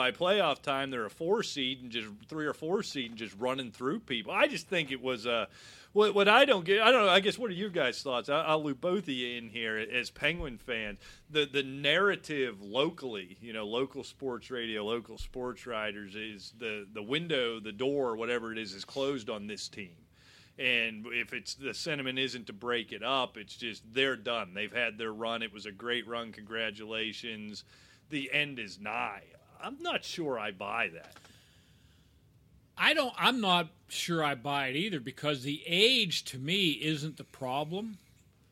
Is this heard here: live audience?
no